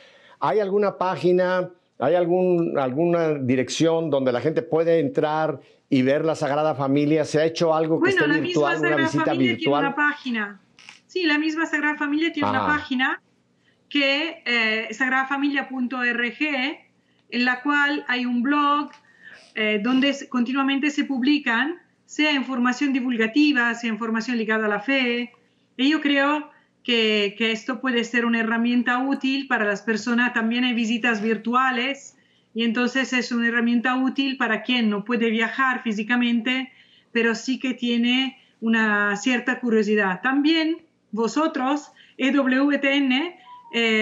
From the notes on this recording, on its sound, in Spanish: Nos acompaña por primera vez, vía Skype.